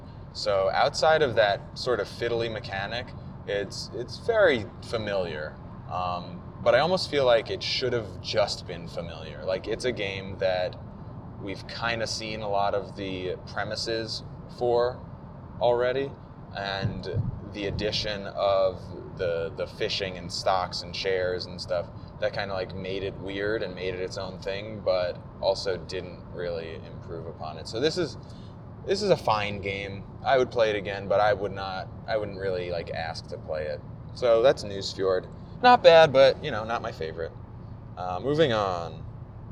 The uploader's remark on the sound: PAX Unplugged 2018. Yes, while driving (to explain the road noise).